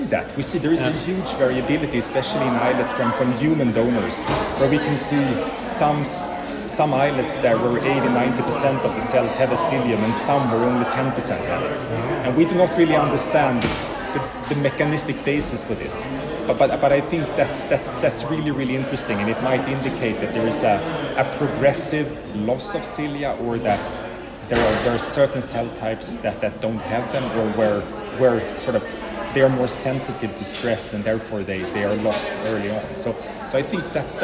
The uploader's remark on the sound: recorded during Day 3 of Islet Study Group 2023